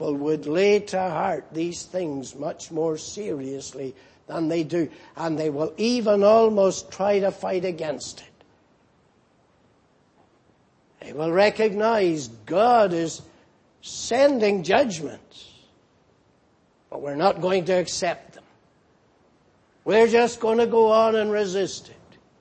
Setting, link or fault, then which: setting, large echoing room